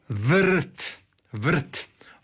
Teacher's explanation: kako je on vezan uz izgovor glasa r, onda kažemo da je r slogotvorno